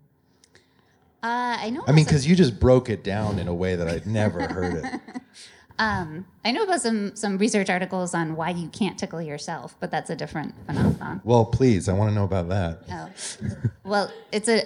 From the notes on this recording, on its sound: Recorded live at the MIT Museum in Cambridge, MA.